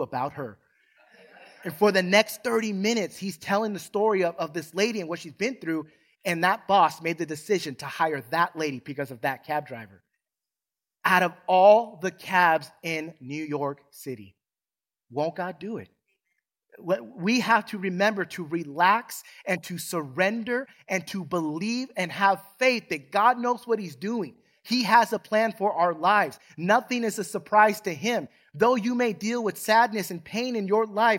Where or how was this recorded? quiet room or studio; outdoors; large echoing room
large echoing room